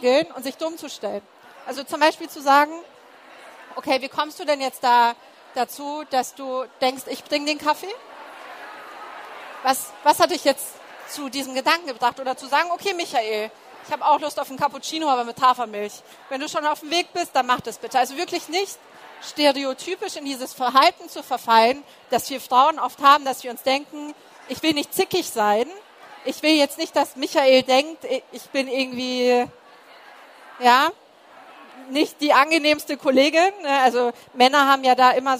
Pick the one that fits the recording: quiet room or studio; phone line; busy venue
busy venue